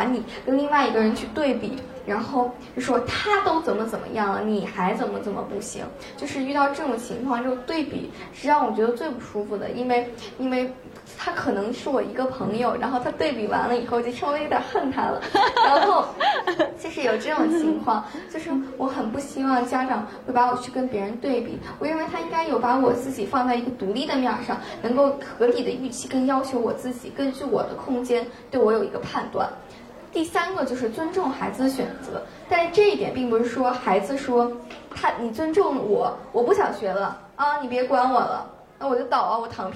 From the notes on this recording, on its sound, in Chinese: 是她在抓马中心的东广场的一次分享录音